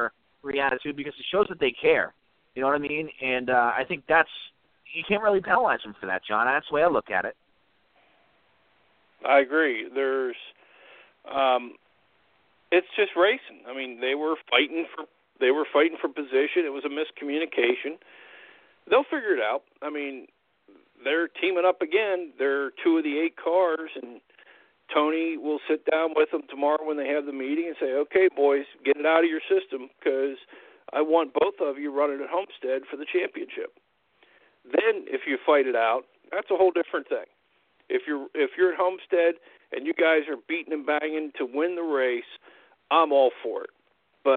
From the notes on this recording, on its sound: we take your phone calls